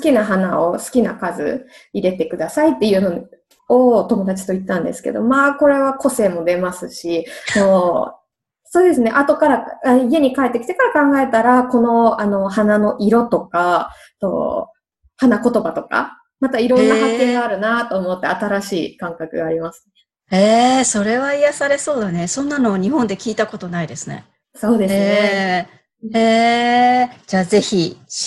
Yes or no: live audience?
no